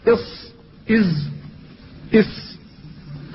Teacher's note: والصفير مستكن، والصفير أيوة أحرف الصفير وهي السين والصاد والزاي، هذه الأحرف مستكنة أي مختفية منه، أي من طرف اللسان ومن فوق الثنايا السفلى، فيلتصق طرف اللسان أي رأس اللسان بالثنايا السفلى بأعلى الثنايا السفلى، فتخرج هذه الحروف الثلاثة التي هي السين والصاد والزاي إص إز إس، فتخرج من بين رأس اللسان وهو طرفه وأعلى الثنايا السفلى.